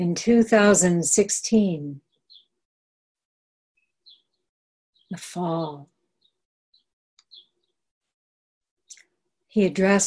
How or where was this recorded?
video call